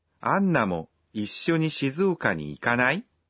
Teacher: If you say the nai form of a verb with a rising intonation, you're inviting someone to do something.